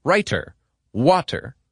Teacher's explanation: Another thing that stands out is the emphasis on clipped, sharp T's. In American English, we often pronounce the T in words like writer or water as D's.